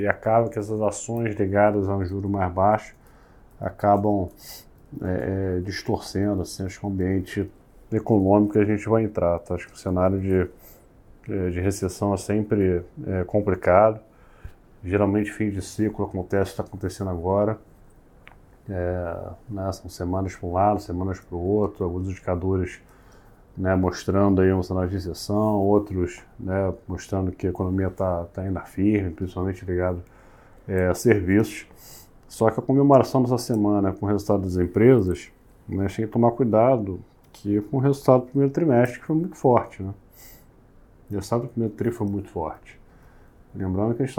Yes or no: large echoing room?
no